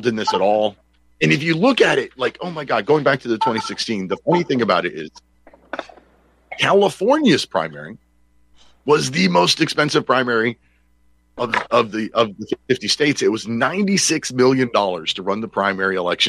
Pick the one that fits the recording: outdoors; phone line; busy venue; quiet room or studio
phone line